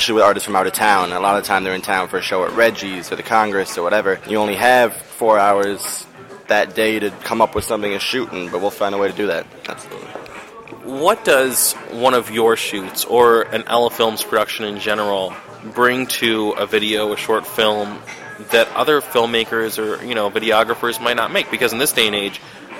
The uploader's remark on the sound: In an interview recorded at a local cafe.